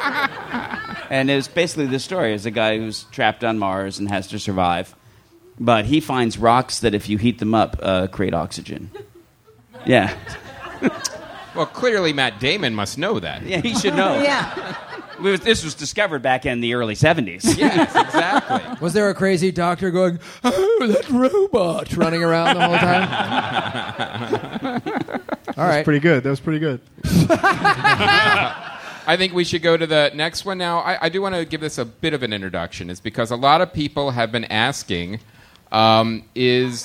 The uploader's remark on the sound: RECORDED IN FRONT OF LIVE AUDIENCE AT 2015 AUDIBLE LA PODFEST.